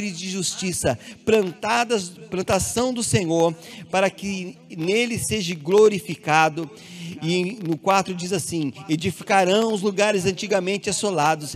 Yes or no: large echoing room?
yes